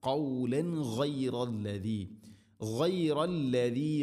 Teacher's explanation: ഖൗലൻ തൻവീനു ശേഷം ഗ ഗൈന് തൊണ്ടയുടെ മുകൾ ഭാഗം വെളിവാക്കി ഉച്ചരിക്കണം, മണിക്കാതെ വെളിവാക്കണം.